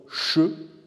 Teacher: On a donc eu recours à la séquence sigma zeta pour translittérer le son che, hein, qui est une techniquement une fricative post-alvéolaire ou chuintante non voisée